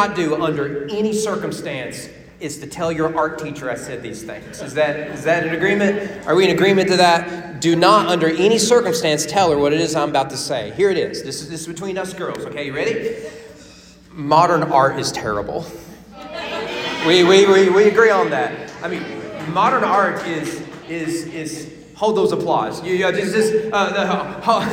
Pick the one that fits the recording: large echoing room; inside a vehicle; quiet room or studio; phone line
large echoing room